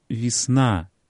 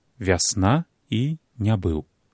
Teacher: Звяртаю ўвагу на гэтыя прапісныя ісціны, каб яшчэ раз перасцерагчы ад ненарматыўнага вымаўлення. На месцы А нельга дапускаць гуку «і» · Shown in: second take